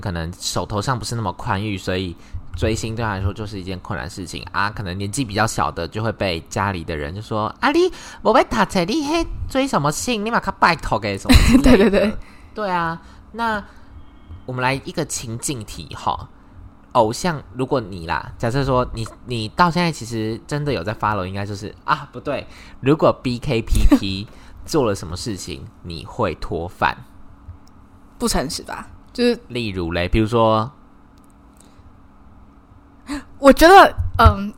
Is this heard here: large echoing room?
no